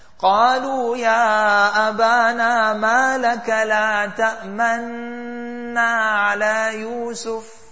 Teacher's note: The only place we're going to round our mouth is at the place of making the ghunna on the noon. See, la ta'manna, as you start the ghunna, you round the mouth.